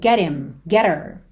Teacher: Já apareceu outras vezes aqui na série, então se você segue há um tempo, você já sabe disso, mas quando a gente tem ali uma palavra terminada em T, e logo depois him, her, pelo H tem um som fraquinho, esse h, muitas vezes ele acaba sendo suprimido e a gente liga no T